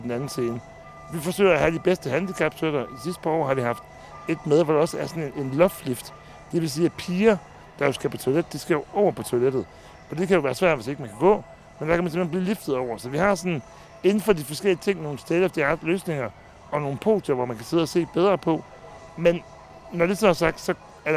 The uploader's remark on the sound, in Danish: Vi beklager den til tide dårlige lyd, men radiostudiet blev byttet ud med en mark og det har desværre sine konsekvenser.